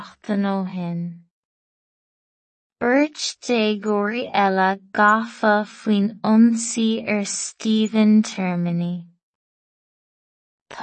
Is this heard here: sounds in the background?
no